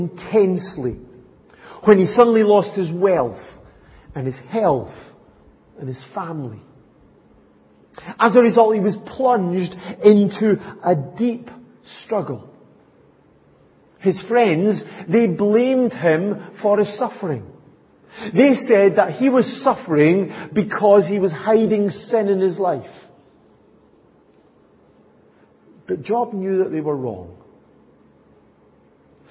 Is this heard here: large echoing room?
yes